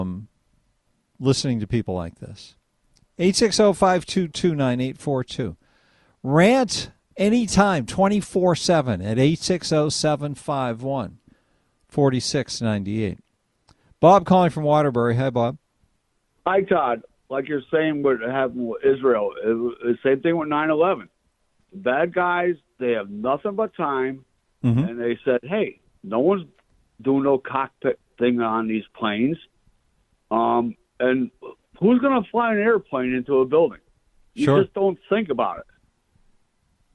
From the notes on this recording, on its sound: Rants and phone calls this hour